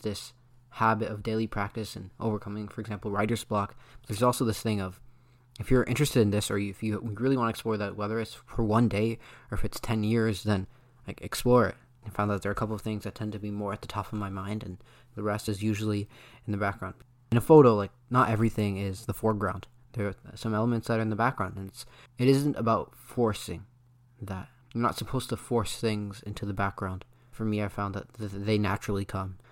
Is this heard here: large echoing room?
no